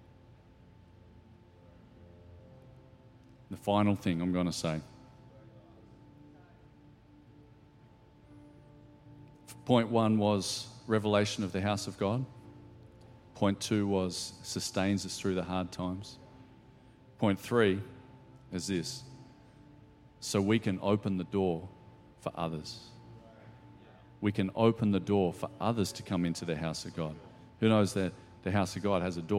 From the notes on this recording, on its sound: Recorded during our 5pm service